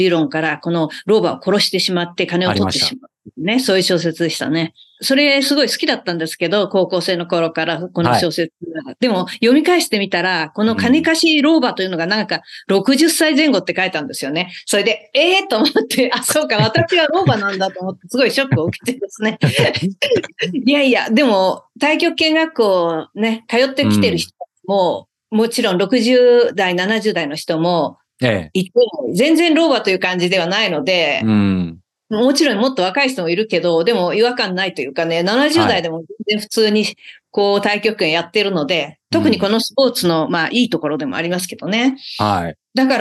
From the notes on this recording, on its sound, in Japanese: 2023年10月オンライン取材